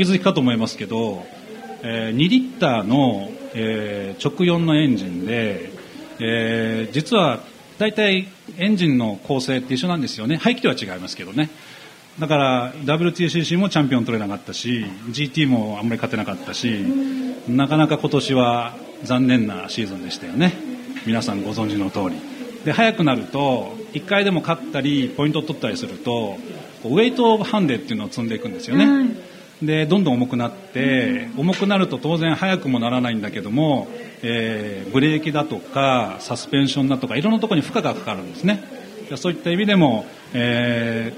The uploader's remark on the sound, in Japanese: ツインリンクもてぎで行われた「ホンダレーシング・サンクスデー」。そこにお邪魔して行った公開収録の模様をお届けしています。